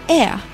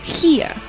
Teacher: 后面的元音是 ear，是小一再加个 e 的音，所以说嘴巴不可以张得太大 · Shown in: second take